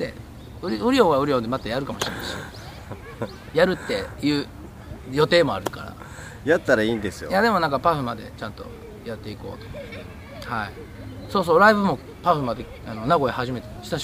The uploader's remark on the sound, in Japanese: お外で収録してみました！